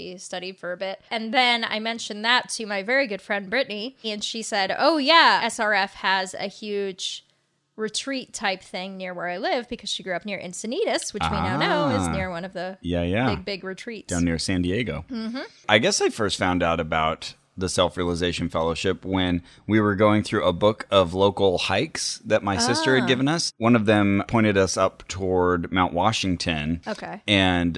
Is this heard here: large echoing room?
no